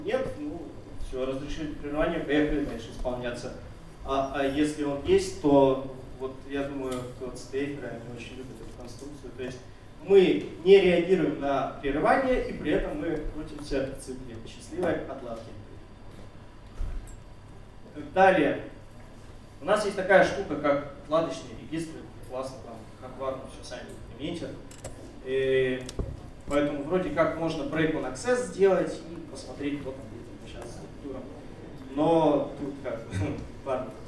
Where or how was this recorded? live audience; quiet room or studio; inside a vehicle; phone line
live audience